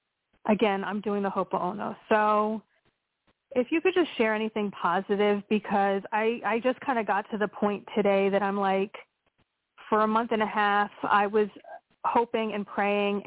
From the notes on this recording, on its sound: in response to callers' questions